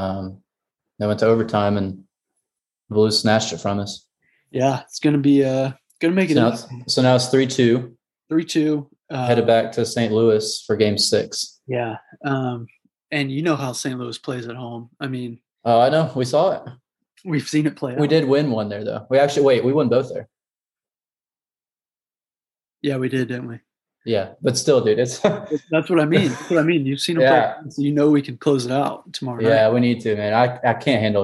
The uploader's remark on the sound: We have taken our talents to Zoom just with everything going on.